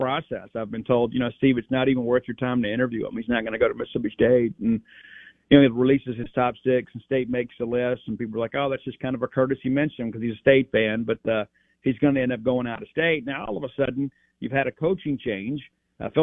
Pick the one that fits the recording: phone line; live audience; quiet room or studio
phone line